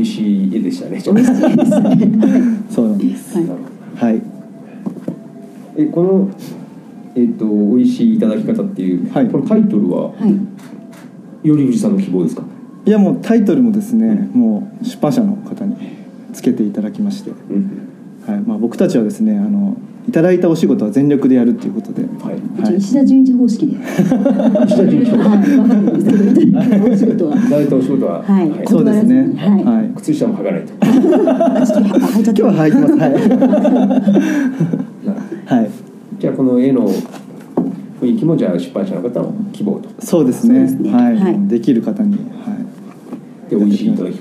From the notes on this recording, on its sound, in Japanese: 出版記念トークイベント「税制優遇のおいしいいただき方」。2月25日に行われた出版記念トークイベント。